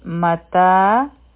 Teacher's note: په میم باندې فتحه ده، او په تا باندې د فتحه نه پس الف دی، نو دا به دوه حرکه راکاږو · Term: حرفی مده